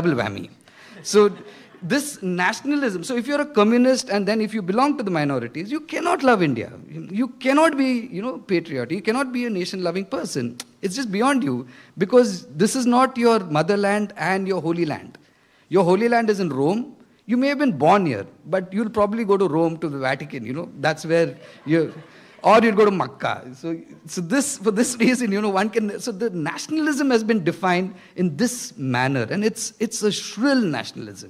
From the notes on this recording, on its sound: this keynote address was delivered at the ecosocialism conference hosted by Green Left Weekly and Socialist Alliance